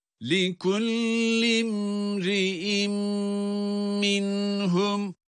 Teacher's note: mimi cezim ile okurken oradaki mimin gunne sesini de çıkarıyoruz